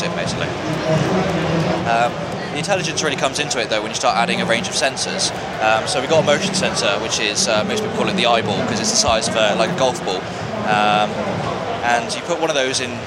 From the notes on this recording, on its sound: Fibaro Swipe at Gadget Show Live. The second of my smart home interviews from Gadget Show Live comes from Fibaro and their “Home Intelligence”.